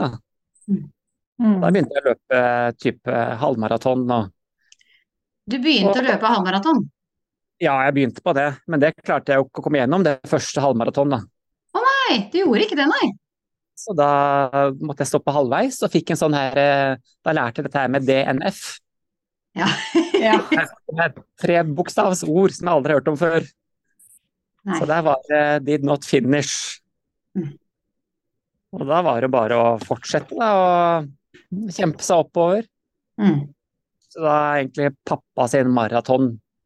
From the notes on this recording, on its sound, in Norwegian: på Zoom, rett fra sola i Arizona